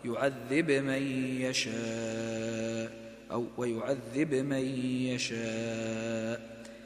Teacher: ففي من يقرأ بالإظهار وهم ابن كثير وورش، فلا بد من القلقلة هنا